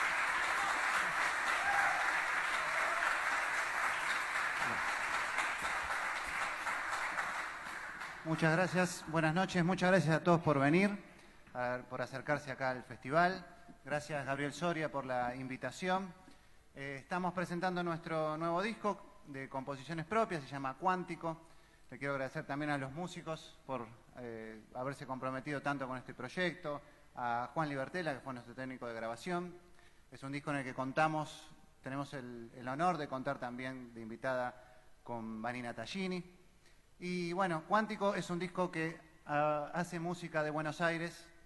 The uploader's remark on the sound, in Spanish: Transmisión del TangoBA Festival y Mundial desde la Usina del Arte.